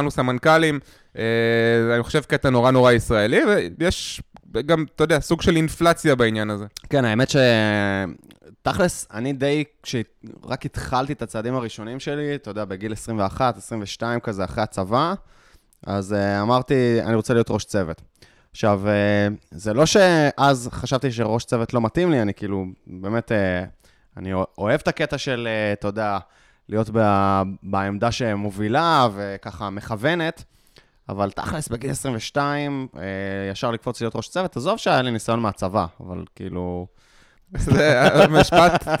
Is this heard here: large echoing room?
no